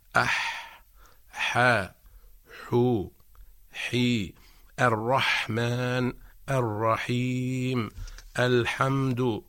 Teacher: أما الحرف الثاني من حروف وسط الحلق فهو حرف الحاء، عندما ننطق بحرف الحاء فإن لسان المزمار يرجع إلى الوراء، لكن ليس بنفس الطريقة التي ننطق بها حرف العين، أي أنه يرجع بدرجة أقل